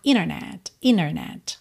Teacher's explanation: palavras que a gente tem NT e uma vogal, o T some e aí a gente junta o N direto na vogal. Um exemplo clássico é a palavra internet, que pode soar internet, internet, ok?